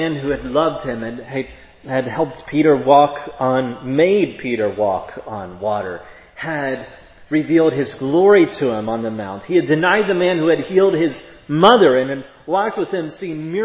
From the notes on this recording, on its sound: preached at Providence Church on Sunday, July 31, 2022